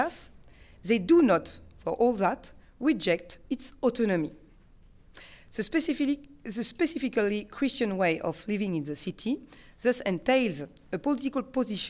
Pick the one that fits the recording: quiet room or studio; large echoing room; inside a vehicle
large echoing room